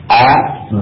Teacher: huruf ba, ya, adalah huruf yang keluar dari bibir atau dari maudhu'u syafatain · Term: makhraj syafatain